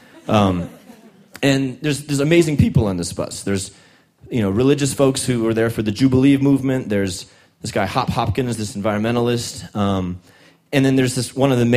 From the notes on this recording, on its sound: These stories were recorded live at Buntport Theater. As part of a special collaboration with Pivot TV and Rooftop Comedy.